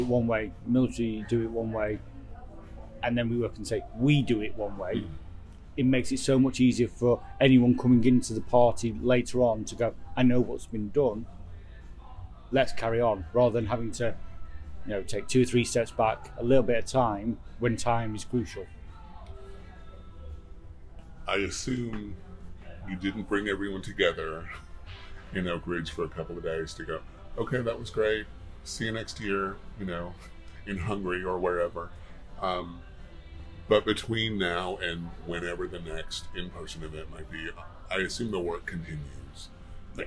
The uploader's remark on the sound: The conversation took place in a Knoxville coffee shop, so there is some coffee-related background noise.